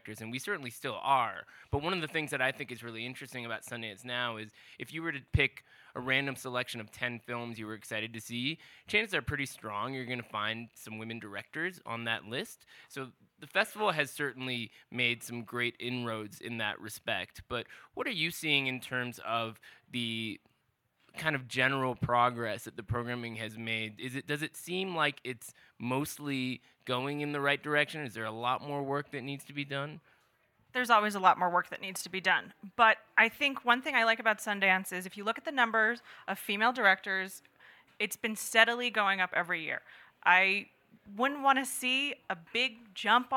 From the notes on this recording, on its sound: Live at Sundance 2020